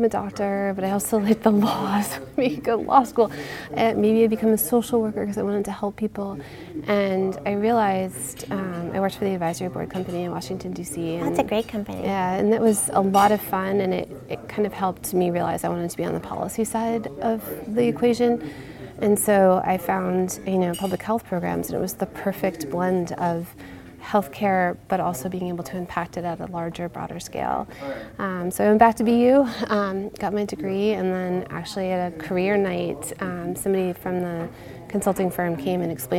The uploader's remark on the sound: recorded at HIMSS22